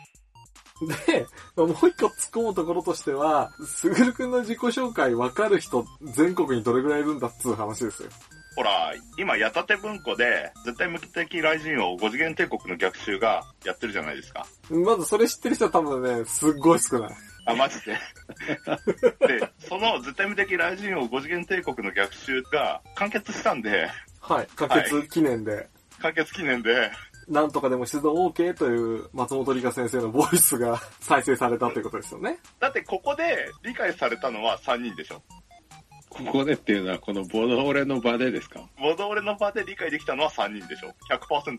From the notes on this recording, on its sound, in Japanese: 今回もスカイプ収録となっております。一部音質が悪かったりもしますがご容赦ください。